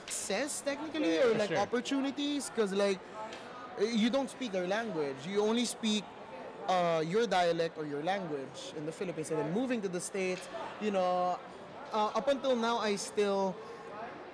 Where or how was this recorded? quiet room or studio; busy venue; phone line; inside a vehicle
busy venue